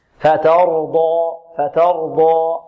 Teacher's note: إذن نرقق التاء فتاء فتر، ونفخم الراء فتر بدون ضم الشفتين. الراء لا نقول فترضى لا ضم الشفتين، لا فترضى ضاء. · Term: الراء مفخمة